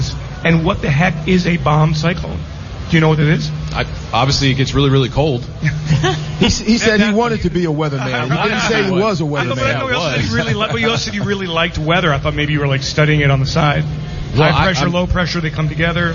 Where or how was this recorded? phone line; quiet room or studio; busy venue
busy venue